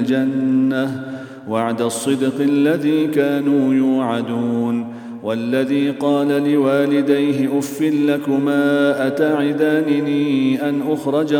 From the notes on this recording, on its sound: at the Houghton Masjid (West Street)